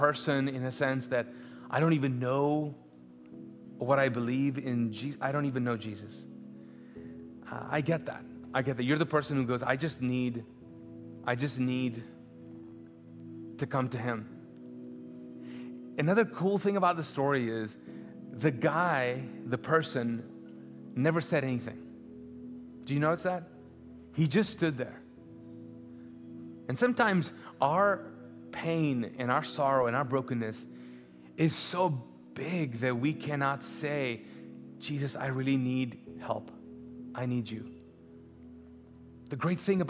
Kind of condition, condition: setting, large echoing room